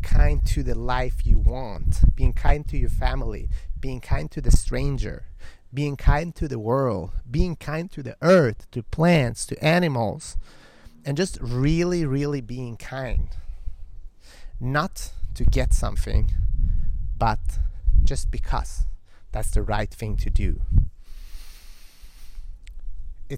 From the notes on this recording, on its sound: Balancing on the edge of an infinity pool in Hollywood Hills. It was a little bit windy so please forgive me for any wind in the microphone.